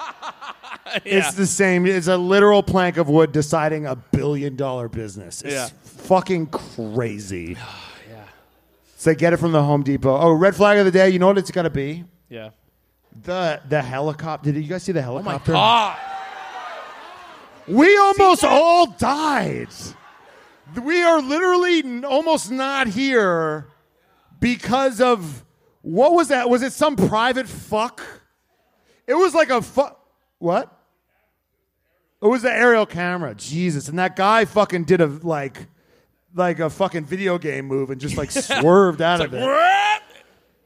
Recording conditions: live audience